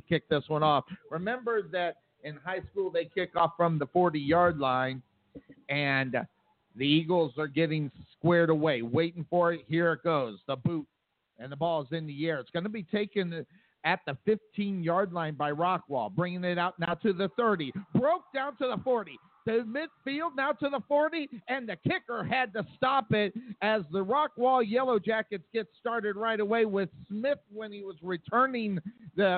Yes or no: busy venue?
yes